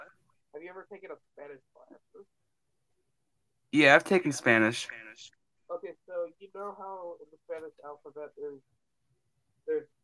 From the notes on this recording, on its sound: Sorry If the audio is a bit choppy.